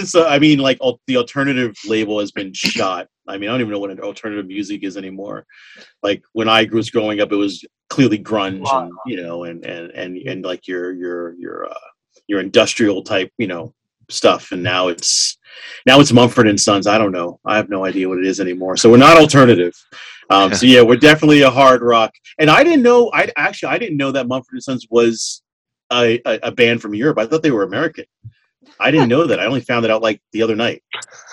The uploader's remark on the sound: Recorded on Zoom